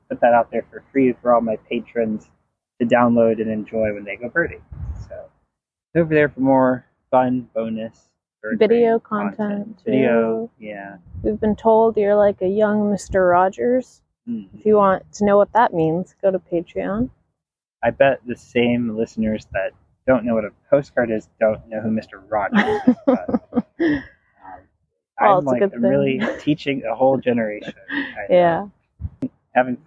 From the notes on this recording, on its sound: This is a special bonus episode- it was recorded outside in the park with birds chirping all around us! I wanted to give this conversation a more natural vibe, with minimal editing and sound effects.